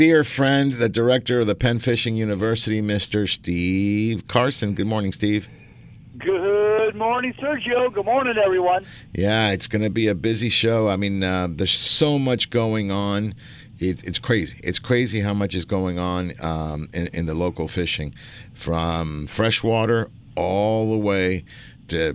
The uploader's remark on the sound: "LIVE" from Angel Stadium in Anaheim, CA